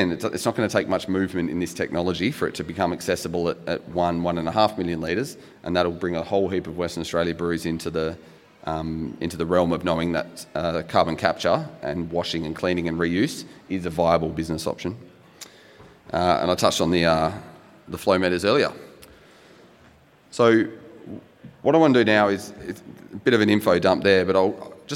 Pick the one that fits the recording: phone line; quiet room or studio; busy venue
busy venue